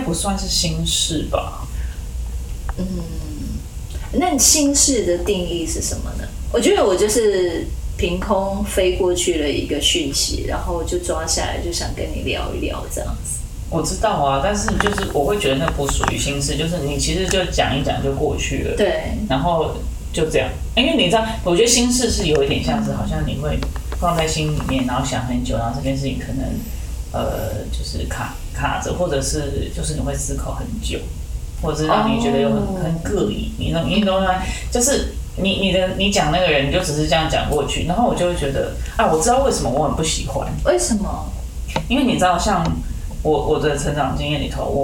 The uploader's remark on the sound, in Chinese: 本集錄音出現差錯，導致音質下降還請見諒。